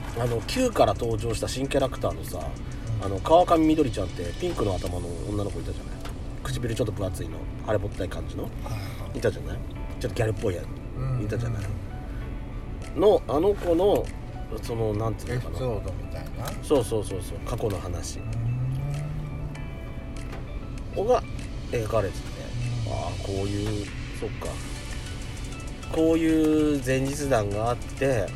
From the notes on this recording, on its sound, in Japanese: パーキング収録